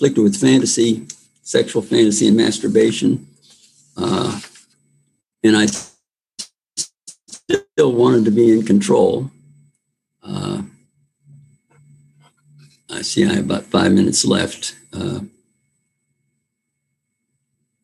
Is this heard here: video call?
yes